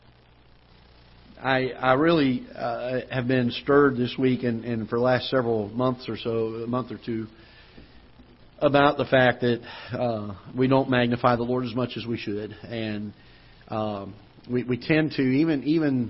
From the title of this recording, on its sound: Ketha Heights Baptist Church ~ Live Broadcast